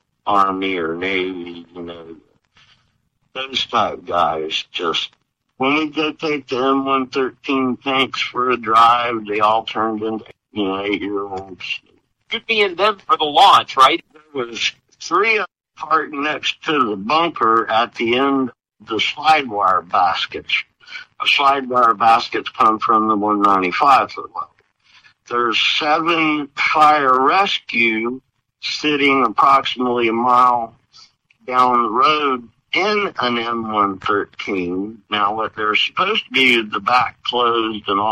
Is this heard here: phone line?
yes